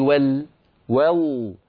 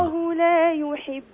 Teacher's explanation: انتقلي من واو مرققة إلى لام مفخمة مباشرة · Shown in: second take